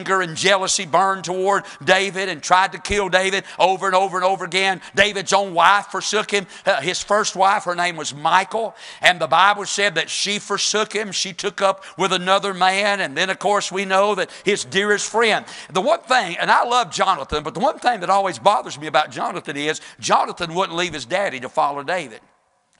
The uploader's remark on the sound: Sunday evening service preaching from the pulpit of Woodland Baptist Church – Winston Salem, NC.